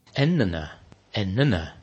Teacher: der den høye tonen kom litt lenger ut i ordet, i endene. Endene. · Term: høy tone